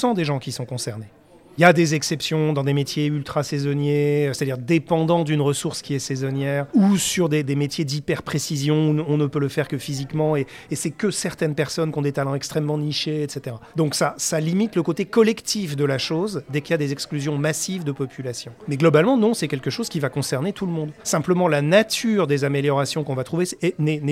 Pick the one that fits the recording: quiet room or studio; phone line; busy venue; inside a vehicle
busy venue